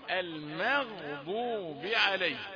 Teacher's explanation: المغضوب جاي الميم يعني، والغين حاجة واحدة في من فتح الفم واحدة، أنا عاوز الميم رقيقة، الماء المغضوب مش المغضوب، الميم رقيقة وغين مفخمة والضاد مفخمة